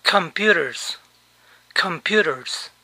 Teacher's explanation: en la pronunciación la S suena como una Z inglesa. Z.